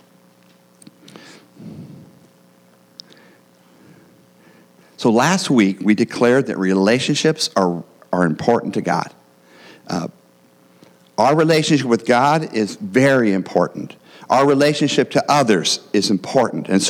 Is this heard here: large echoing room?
yes